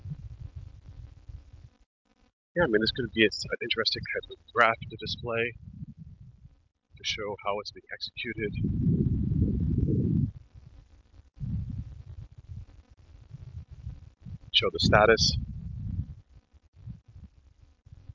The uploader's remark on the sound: In this walking podcast